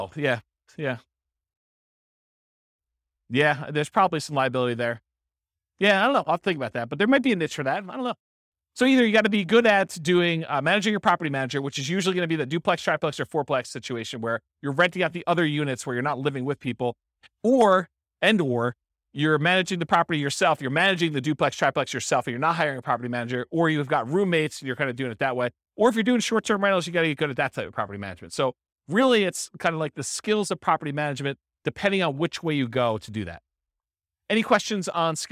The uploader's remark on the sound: This was a live class recorded.